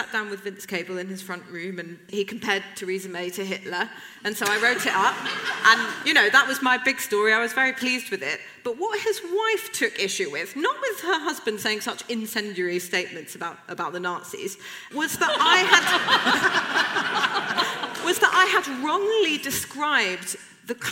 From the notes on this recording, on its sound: New Statesman Podcast Live. On the live podcast panel.